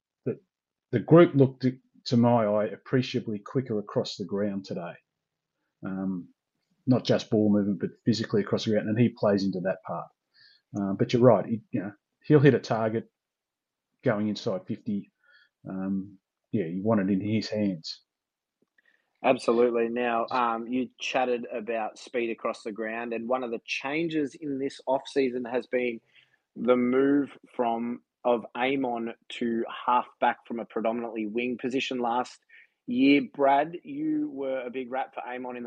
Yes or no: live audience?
no